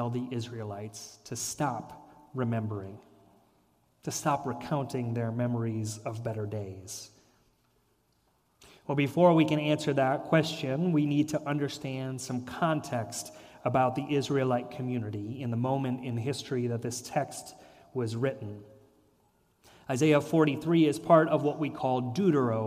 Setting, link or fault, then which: setting, large echoing room